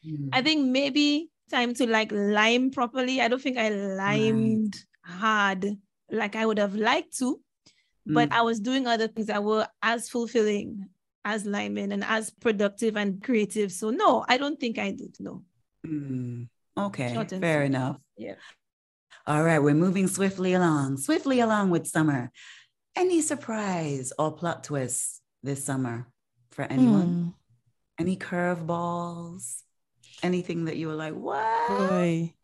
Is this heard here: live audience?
no